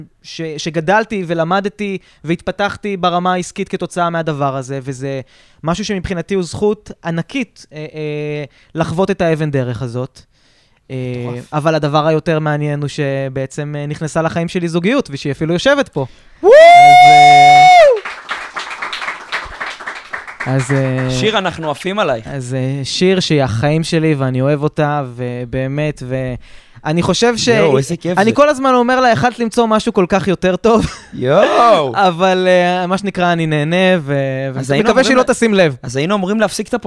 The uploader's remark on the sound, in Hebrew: ספיישל עם קהל חי!